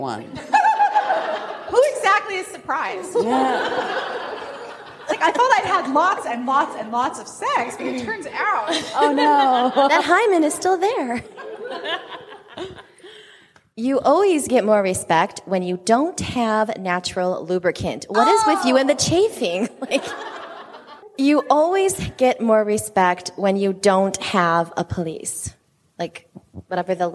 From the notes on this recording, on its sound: Our Live Show at RWA! Thank you to everyone who attended and joined in the game!